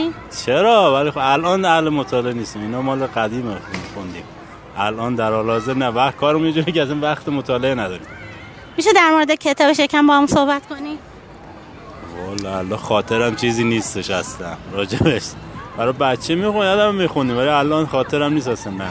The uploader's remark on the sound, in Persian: مصاحبه مردمی. کاری از استودیو صداهای همراه.